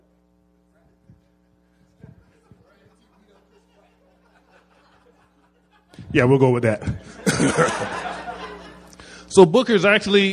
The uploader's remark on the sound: Recorded at the Houston Improv.